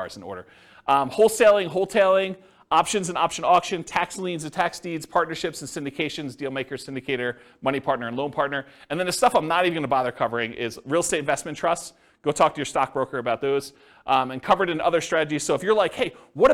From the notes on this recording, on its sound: Thornton, Colorado. This was a live class recorded. The live in-person version.